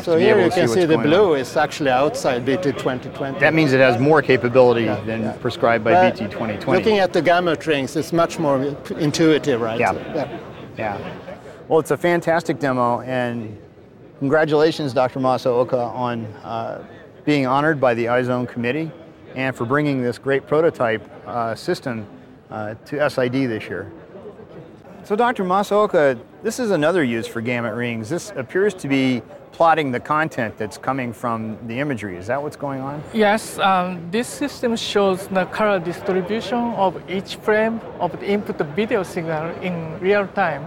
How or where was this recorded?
busy venue